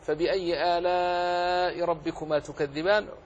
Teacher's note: فيها من المدود مدان، مد عام لكل القراء وهو المد الواجب المتصل، فبأي آلاء ربكما تكذبان، وقد مر بنا الكلام على أنهم على إما أربع مراتب، أربع حركات أو ست حركات.